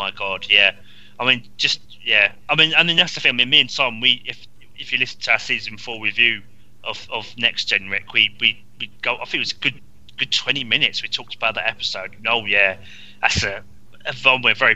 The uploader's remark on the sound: this episode had some minor sound difficulties